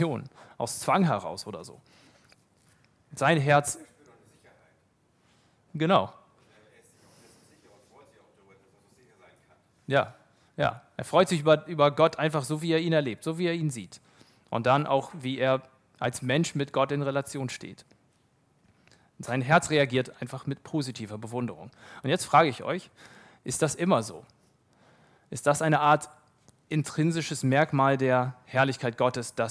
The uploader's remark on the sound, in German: Vortrag vom Männerbrunch Die Männer der Arche treffen sich mehrmals im Jahr zu unterschiedlichen Veranstaltungen. Nach einem reichhaltigen Brunch vom Buffet hält ein Referent einen Vortrag zu einem biblischen Thema und es gibt Zeit für den persönlichen Austausch.